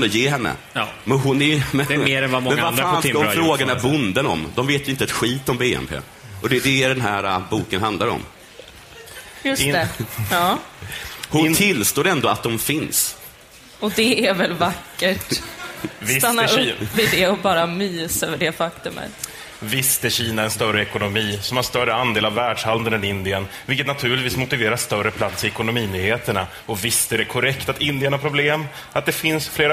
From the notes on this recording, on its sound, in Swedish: Avsnittet är inspelat på världens största rosévinsfestival. Almedalsveckan.